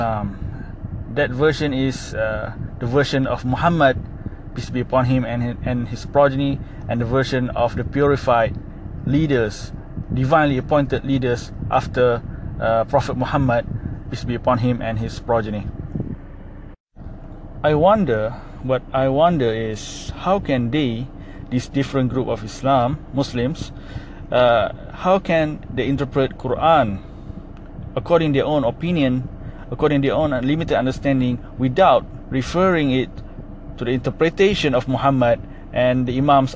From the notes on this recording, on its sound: Sorry if my voice seems vibrated a little bit. I'm recording this while walking, since it's late for me to enter office.